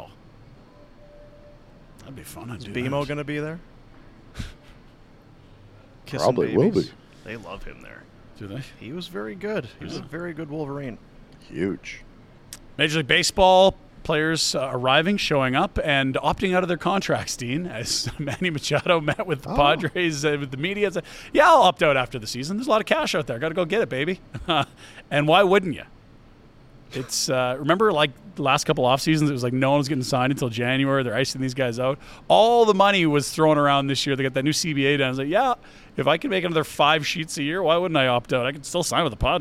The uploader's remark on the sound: LIVE from the Grey Eagle Resort and Casino